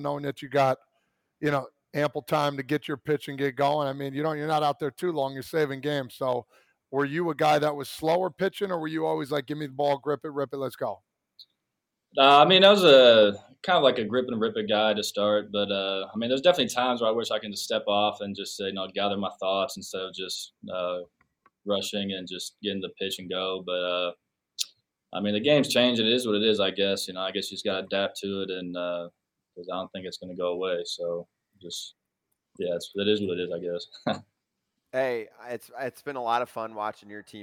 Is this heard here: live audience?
no